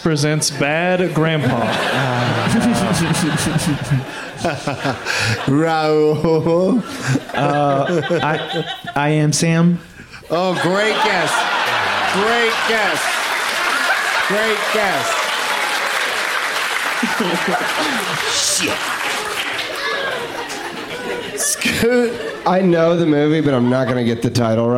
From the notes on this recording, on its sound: Live from Cap City Comedy Club in Austin